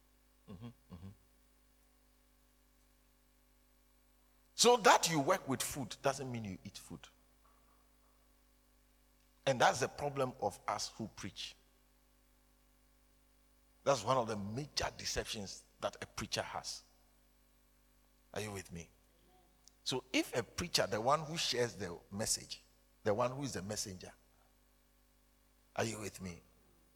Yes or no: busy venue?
no